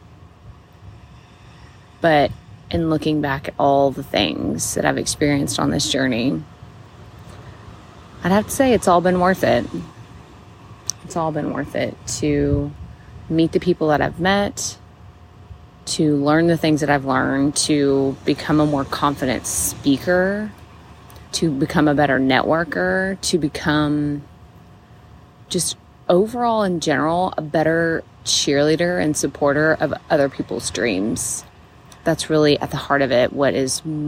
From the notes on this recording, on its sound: It was super cool to record yesterday's episode right near the beach, so I did it again for today's episode! From Mexico with Love. There's a moment where you'll hear the hustle and bustle of the early morning crew getting everything ready.